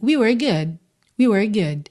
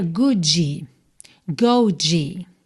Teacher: Eu coloco a língua no céu da boca para fazer o D, mas eu deixo ela lá e encerro minha frase. · Shown in: first take